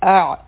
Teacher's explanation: لا ا همزه او عین به یو ځای کو، عین به د حلق نه وایو، او دا همزه هم حرف حلقی دی، لیکن دا د حلق د لاندې حصه نه ویلی شي، او عین د حلق د منځ نه ویلی شي